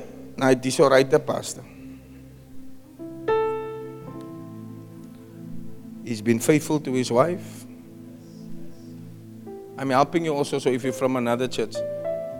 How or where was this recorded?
large echoing room